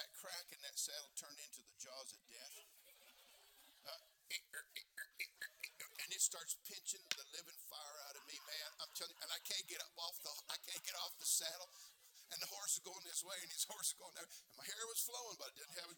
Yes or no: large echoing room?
yes